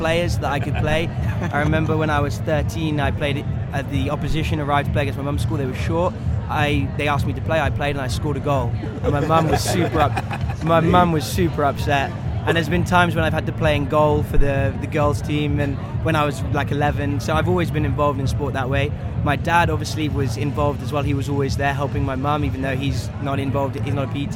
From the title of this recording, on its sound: Live from SHAPE Nashville Day 2!